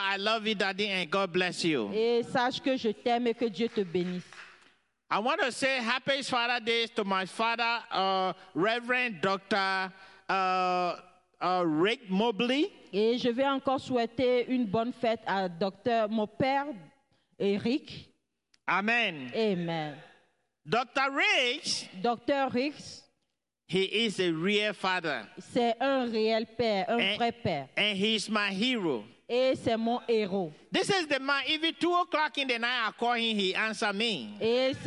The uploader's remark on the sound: Praise and Worship Service